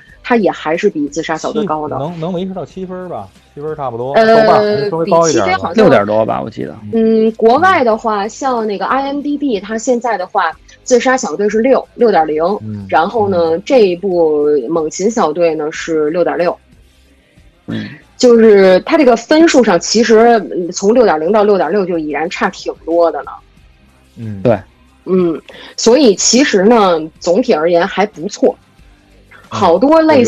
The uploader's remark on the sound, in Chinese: 特殊时期，线上录音，效果不好